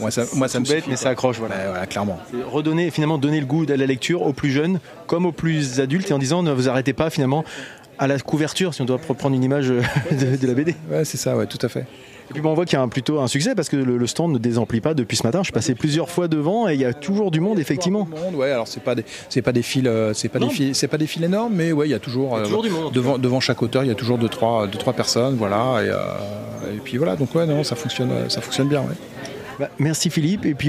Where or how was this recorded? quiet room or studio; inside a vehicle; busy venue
busy venue